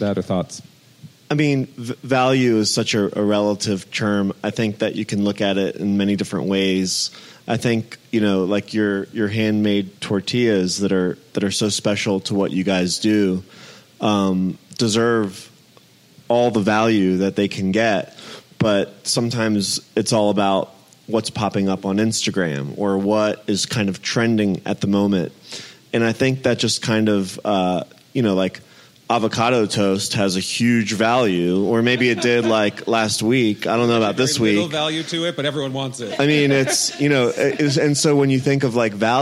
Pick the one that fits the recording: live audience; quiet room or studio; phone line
live audience